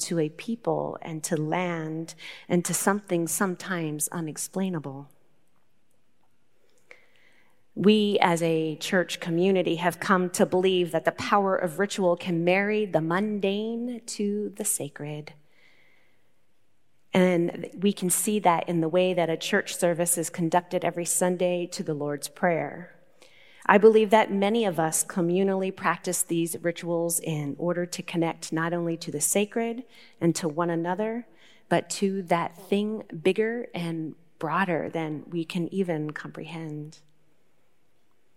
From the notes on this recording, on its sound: Recorded live at Beatitudes Church in Phoenix, AZ.